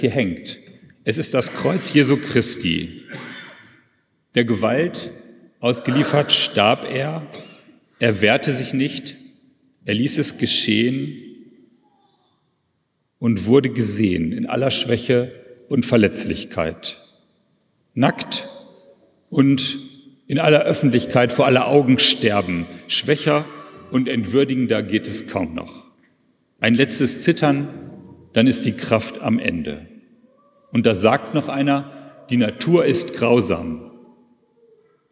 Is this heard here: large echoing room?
yes